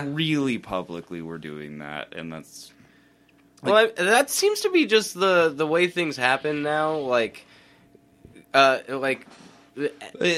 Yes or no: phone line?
no